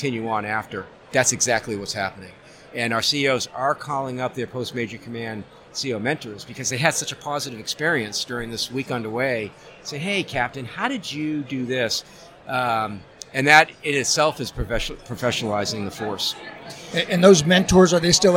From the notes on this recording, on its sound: The Ship Boss Live from SNA.